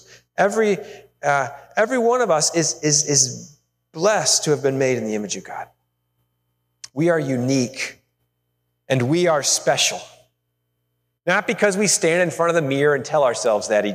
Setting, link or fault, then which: setting, large echoing room